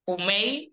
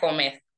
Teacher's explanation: Los imperativos con vocalización, en vez de decir la D, dicen una I. · Shown in: first take